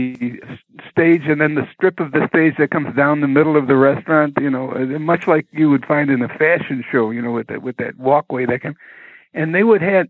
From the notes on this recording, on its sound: This telephone interview goes back to the radio days.